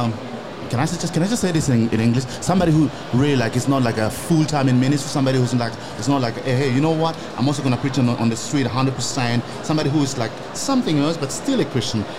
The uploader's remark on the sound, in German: hier live auf der MEHR Konferenz 2024 in Augsburg